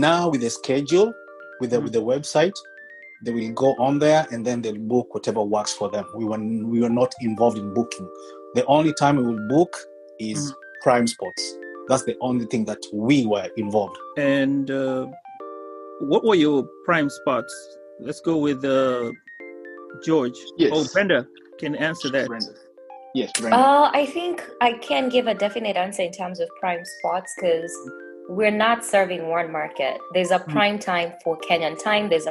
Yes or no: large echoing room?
no